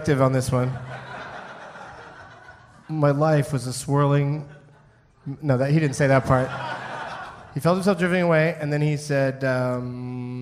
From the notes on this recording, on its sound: Recorded in front of 121 awesome peeps at Parlor Live in Bellevue, WA.